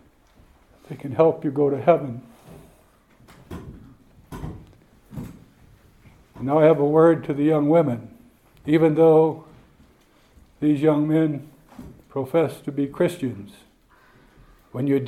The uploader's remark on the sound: This speech was given at the 2022 British Reformed Fellowship Conference, hosted in Northern Ireland.